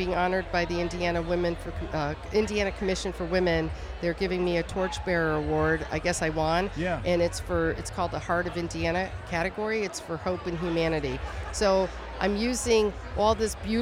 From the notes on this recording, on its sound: Live From Crime Con! LIVE from Podcast Row at Crime Con Orlando!